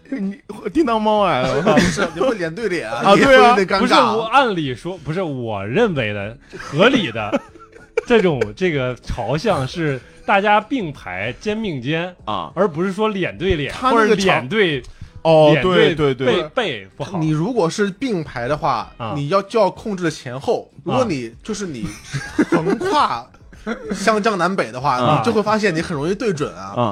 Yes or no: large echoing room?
no